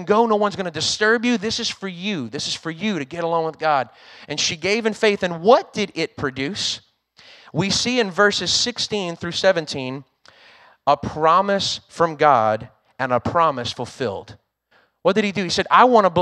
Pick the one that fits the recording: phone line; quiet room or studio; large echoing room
large echoing room